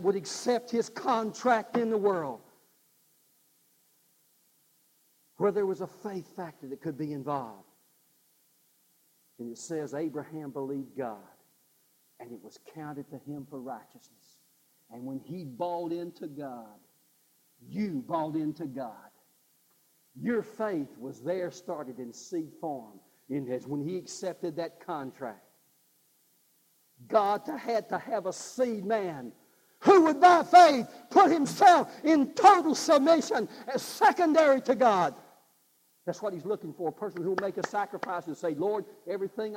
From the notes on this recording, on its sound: God's Offering (live service).